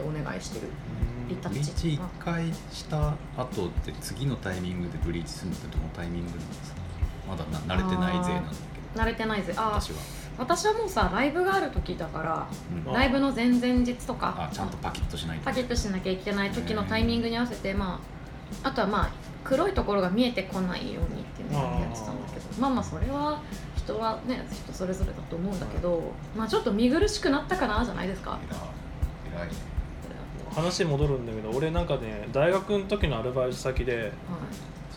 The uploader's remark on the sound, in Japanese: 忘年会収録をしました